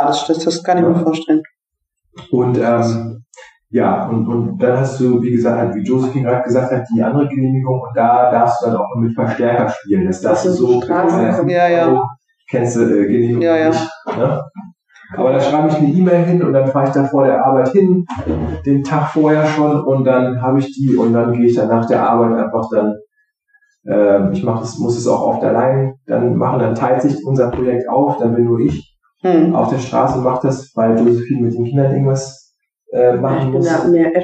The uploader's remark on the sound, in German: Sorry für die nicht so gute Tonqualität, manchmal steckt man nicht im Detail!